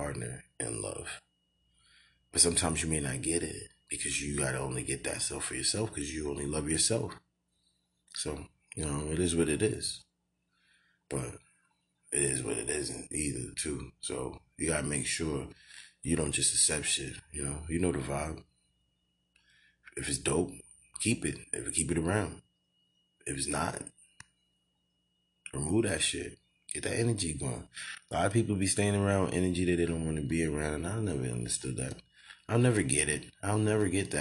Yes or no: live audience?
no